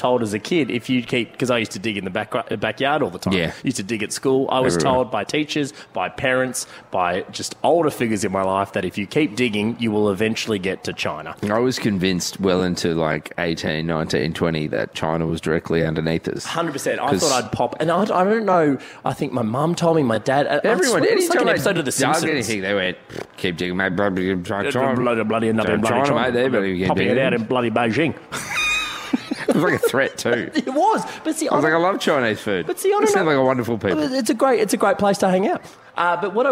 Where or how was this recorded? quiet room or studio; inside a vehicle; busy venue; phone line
busy venue